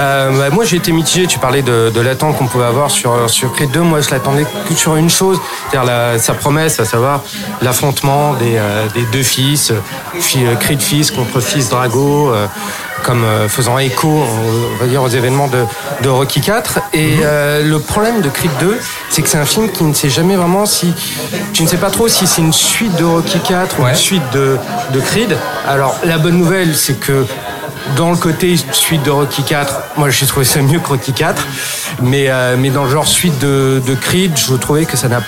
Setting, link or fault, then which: setting, busy venue